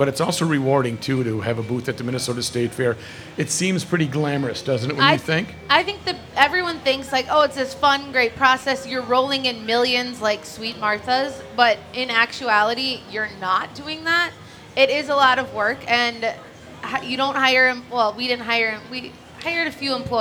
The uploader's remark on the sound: Live from the state fair!